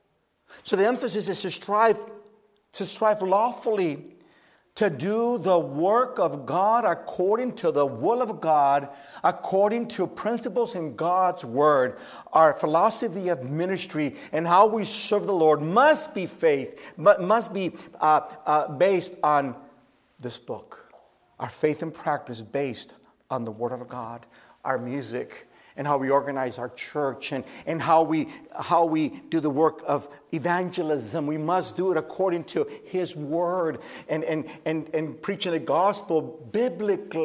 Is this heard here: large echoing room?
yes